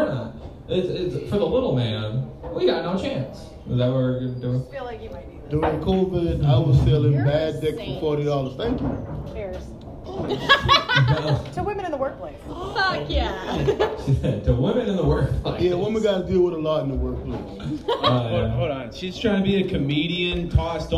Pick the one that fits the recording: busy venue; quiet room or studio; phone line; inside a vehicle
busy venue